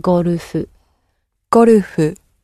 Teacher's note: It is very close to the English, but we're adding a couple of oo sounds in there. So the first part, go, and then golfu.